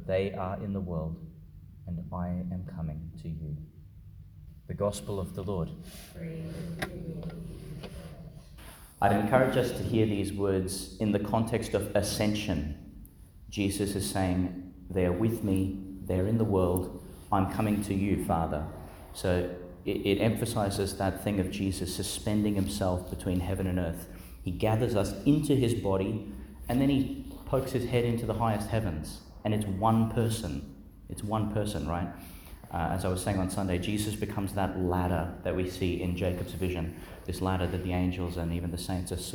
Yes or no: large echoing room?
yes